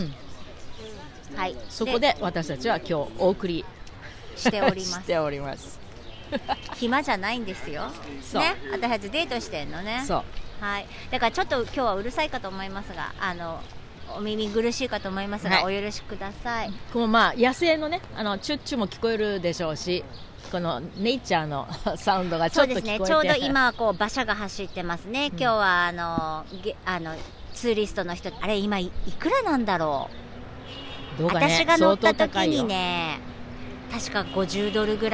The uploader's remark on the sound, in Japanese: 初めての外収録、セントラルパークからお届けしています。緑に満ちてきたニューヨーカーの憩いの場セントラルパークはマンハッタンのど真ん中59streetから110streetまで、その面積は843エーカー 。